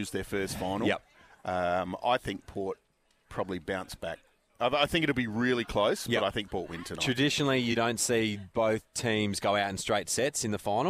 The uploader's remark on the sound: live from Tool Kit Depot's opening in Seaford